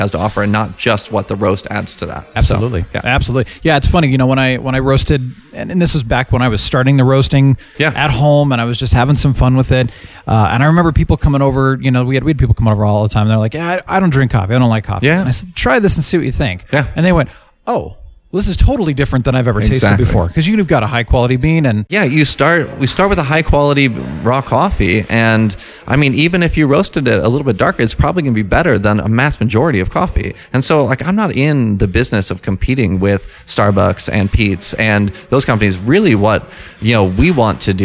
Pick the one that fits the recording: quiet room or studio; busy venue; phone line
busy venue